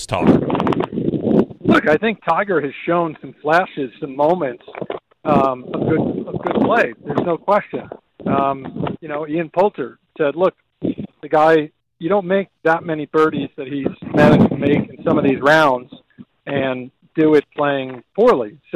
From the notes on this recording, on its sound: LIVE on the course at PGA National